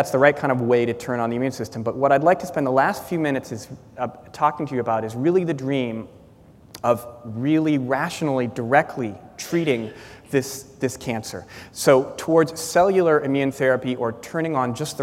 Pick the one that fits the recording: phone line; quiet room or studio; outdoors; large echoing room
large echoing room